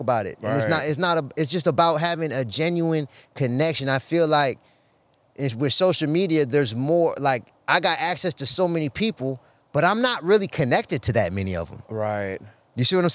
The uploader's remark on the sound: Our conversation took place in the great outdoors, surrounded by the tranquility of nature, right next to the newly planted mamey tree.